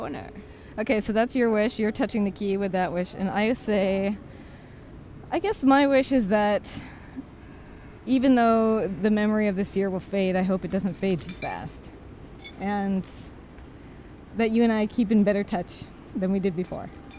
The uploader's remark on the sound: walking the streets of Trastevere at dawn